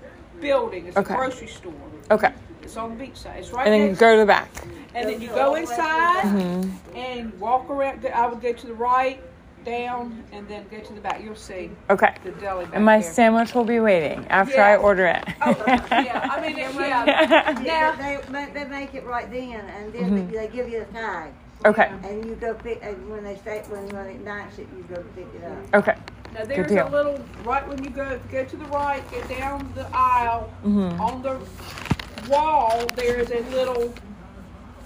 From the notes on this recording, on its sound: FIELD RECORDING: LABOR DAY COOKOUT